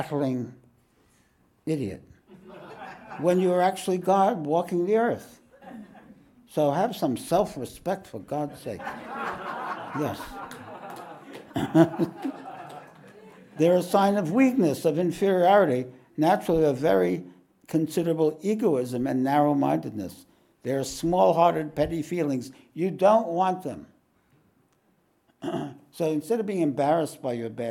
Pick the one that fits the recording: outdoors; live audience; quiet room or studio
live audience